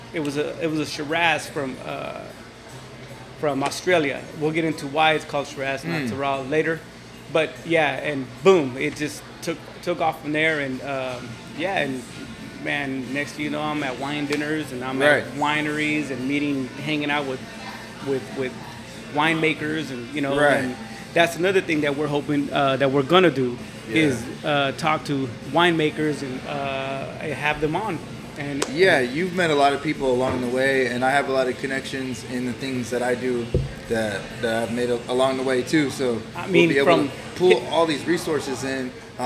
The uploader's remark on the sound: sit down on location at spokeasy public house